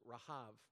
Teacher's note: The final B in Hebrew would be pronounced as a V.